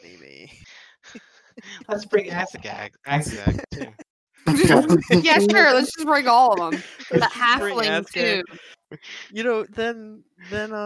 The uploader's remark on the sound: Apologies to our listeners, as this session did not record correctly and is of very low quality.